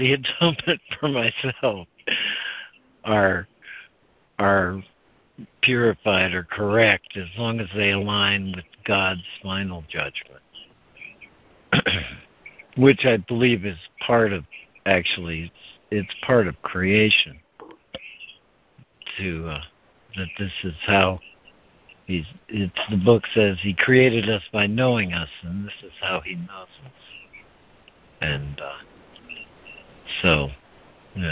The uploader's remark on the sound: ACIM Daily Conference Call